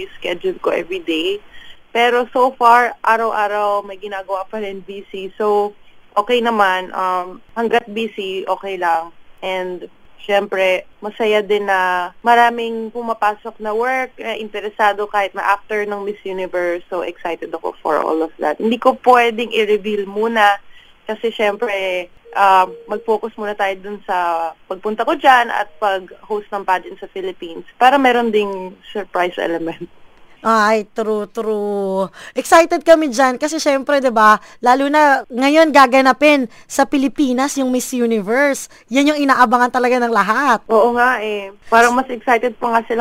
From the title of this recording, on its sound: Phone Interview